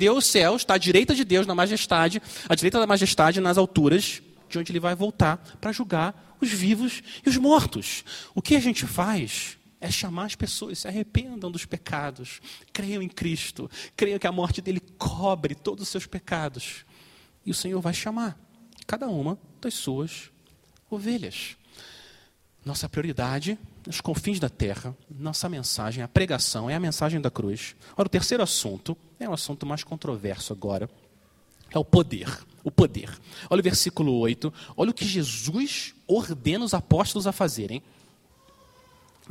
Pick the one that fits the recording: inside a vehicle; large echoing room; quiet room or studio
large echoing room